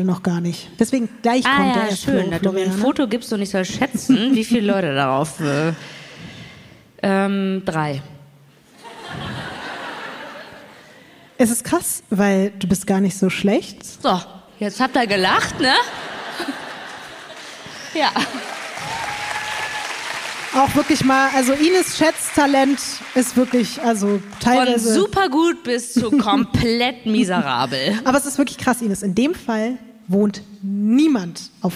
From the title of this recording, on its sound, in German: LIVE in München